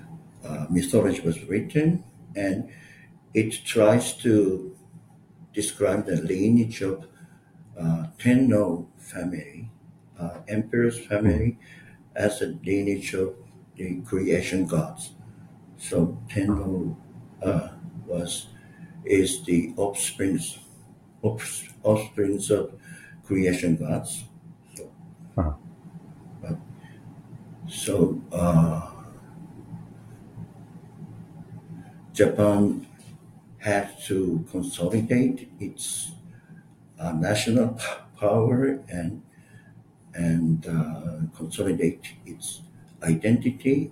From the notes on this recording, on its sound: Sorry for my audio. I tried new headphones for the first time and neglected to test the audio beforehand.